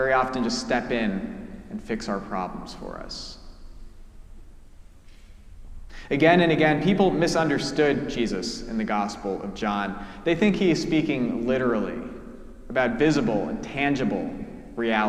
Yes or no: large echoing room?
yes